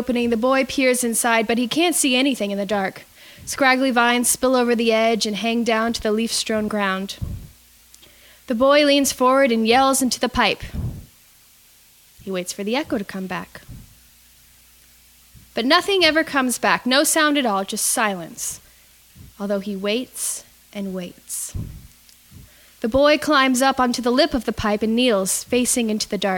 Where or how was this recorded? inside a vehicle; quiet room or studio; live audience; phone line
live audience